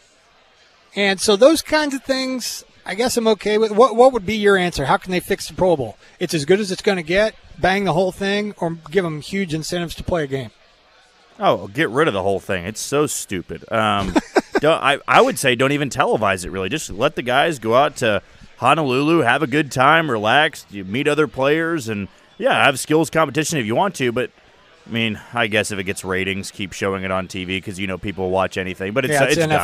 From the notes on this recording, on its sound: comes to you live from Twin Peaks